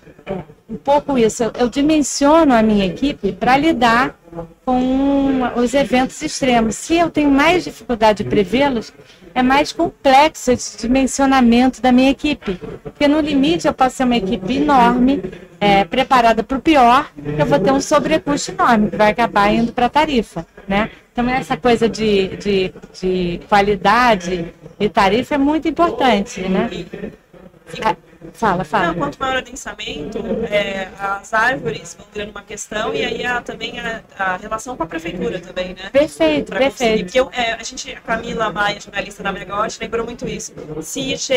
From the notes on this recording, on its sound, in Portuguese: Série Especial de podcasts gravados ao vivo durante o evento SENDI 2023 em Vitória - ES.